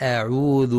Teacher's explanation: يخطئ بعضهم فيقرأ بتفخيم همزة أعوذ، والصواب ترقيقها لأنها من حروف الاستفال ومثلها في جميع القرآن.